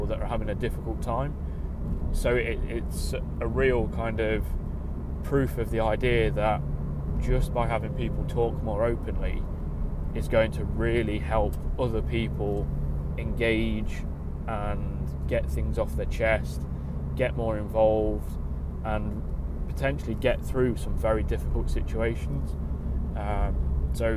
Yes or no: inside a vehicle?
yes